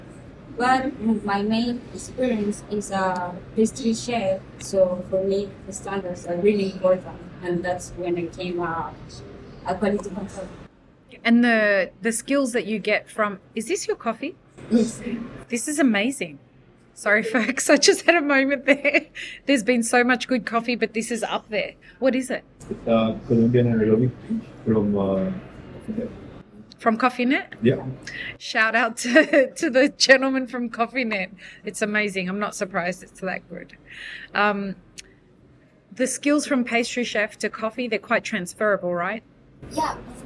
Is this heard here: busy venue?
yes